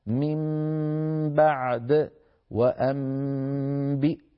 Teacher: هذه الميم لا تبقى ظاهرة وإنما تخفى، بمعنى تمط غنتها. وأخفي بالغنة تلك الميمة. · Term: القلب